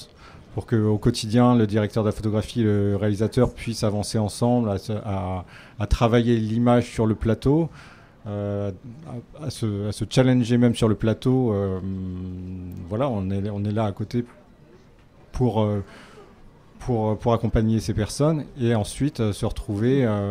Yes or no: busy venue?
yes